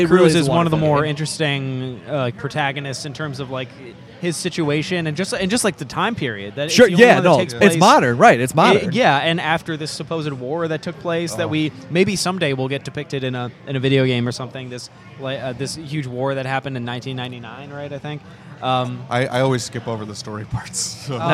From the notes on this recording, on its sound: This episode was recorded at Dave and Adams' Card World for their Halloween Comic Day.